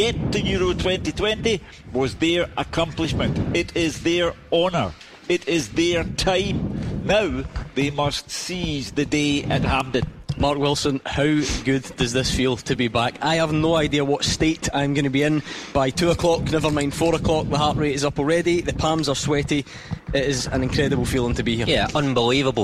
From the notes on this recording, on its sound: live from Scotland HQ at Drygate Brewery